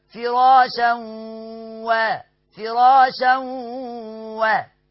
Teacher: ده ها ادغام بغنة، ادغام بغنة ليه؟ لوقوع الواو بعد التنوين.